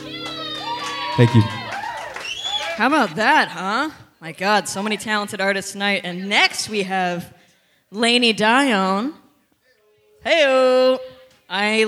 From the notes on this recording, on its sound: Songwriter Showcase Live From The Red Lion Inn Cave. Recorded live on Thursday, September 7, 2023 at The Red Lion Inn Cave in Cohasset.